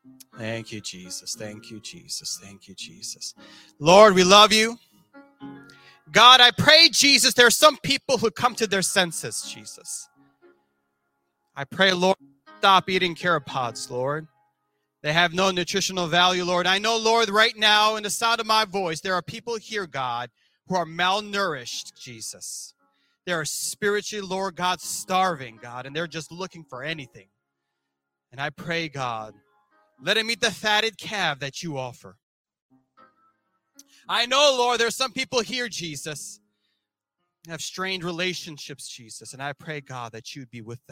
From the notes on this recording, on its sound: This sermon was recorded live on June 19th at Newark United Pentecostal Church